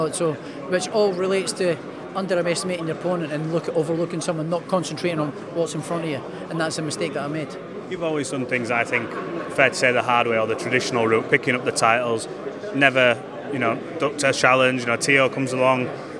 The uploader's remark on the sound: At the press conference.